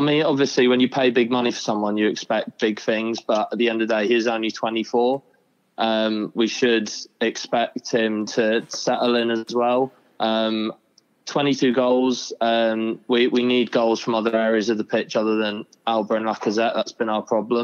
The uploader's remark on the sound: The Fans Phone